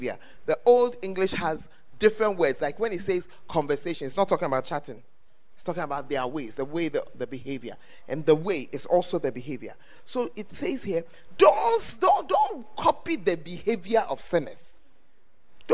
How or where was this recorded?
live audience